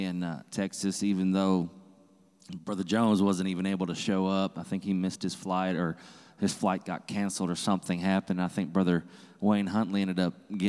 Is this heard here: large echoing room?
yes